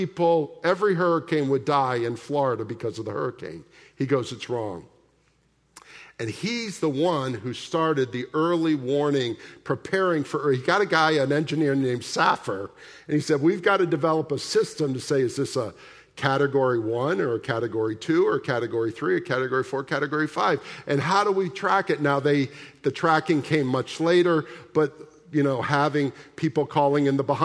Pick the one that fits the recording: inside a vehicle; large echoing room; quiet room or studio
large echoing room